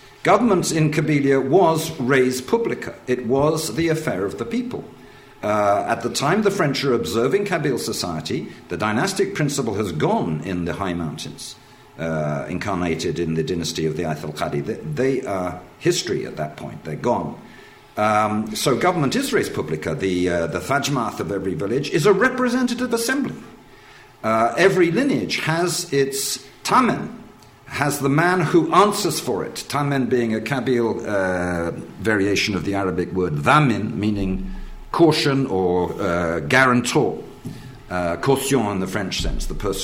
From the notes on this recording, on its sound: In this lecture and book launch